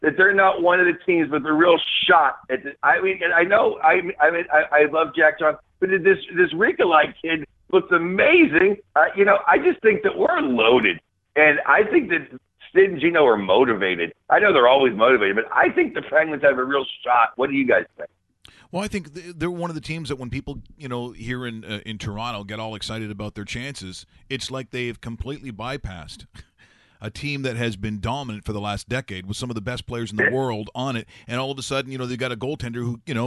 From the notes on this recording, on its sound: We stream live weekdays between 10am and 12pm EST! On today's show, we are joined on the phone.